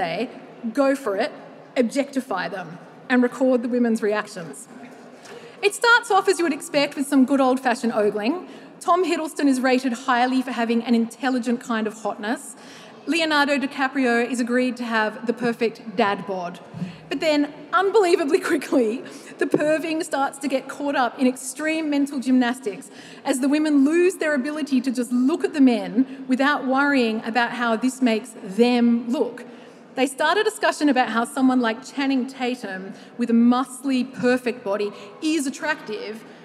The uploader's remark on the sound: The Curiosity Lecture series returns to the Festival. This episode was recorded live at the 2023 Sydney Writers’ Festival.